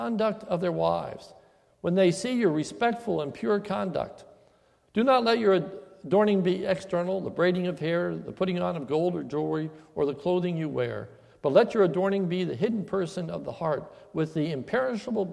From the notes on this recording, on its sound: a sermon recorded at the Lebanon Bible Fellowship Church in Lebanon, PA on 12/27/2015 during the evening service